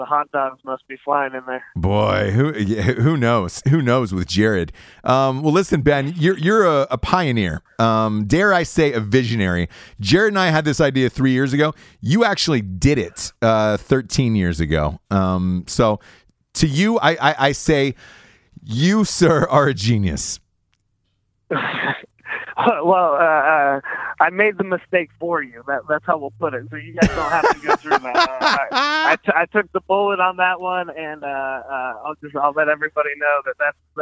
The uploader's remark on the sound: He was calling in from New York.